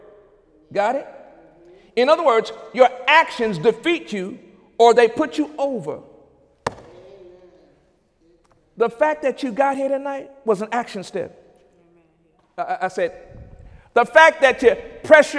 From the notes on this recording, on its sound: During Wednesday night service on February 8, 2017.